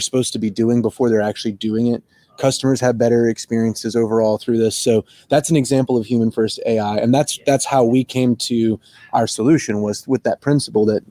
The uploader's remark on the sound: Coming to you LIVE from Orlando, FL! We've got a special episode of the show coming to you live from Vistio's booth (#805) at the ICMI Contact Center Expo!